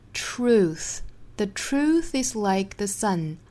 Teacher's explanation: 我们要注意把里面这个 r 的音发清晰，再跟前面的 ch 的发音组合成 tr 再加长音 u 读成 truth 一定要能听到里头 r 这个音 truth the truth is like the sun truth 北部的这个 th 的发音呢是发 th 在发这个音的时候舌头伸出来一点点然后去摩擦上排牙齿因为这是一个清辅音嘛，所以要有气流从齿舌之间通过。Truth 再跟后面连读就是 truth is.